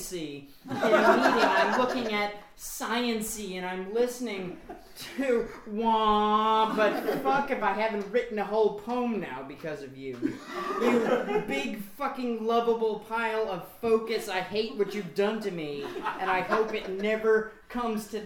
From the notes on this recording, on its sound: Drunk In A Midnight Choir Reading. Book release reading. This is the audio from that event.